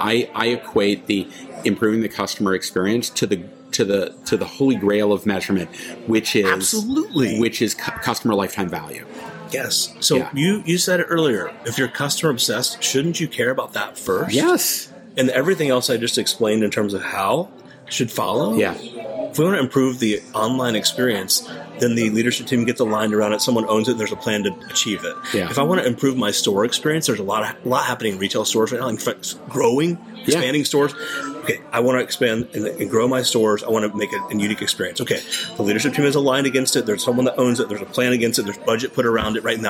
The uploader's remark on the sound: This episode was recorded in Barcelona Spain at the 2023 Shoptalk Europe Conference.